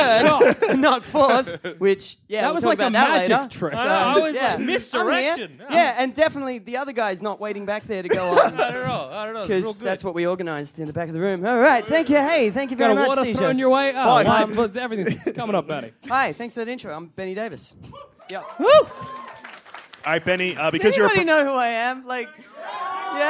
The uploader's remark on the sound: Recorded from The 2017 Sydney Comedy Festival with too many guests!